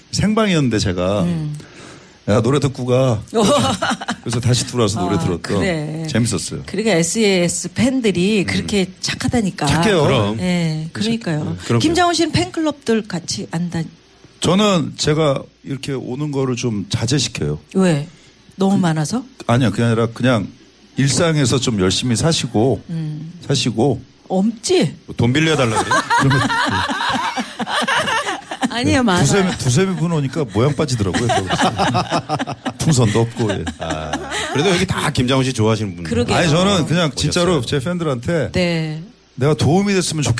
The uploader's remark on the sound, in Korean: 연말특집 공개방송 토닥토닥 2016 콘서트